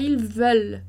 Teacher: Então, não pronuncia o ENT do final da conjugação ali.